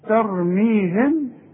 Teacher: اذا هنا مش هضم شفايفي، اذا ضمتها هتبقى ميم اظهار، وانا عايز اخفيها، هيحصل انفراج في الشفايف · Term: اخفاء شفوي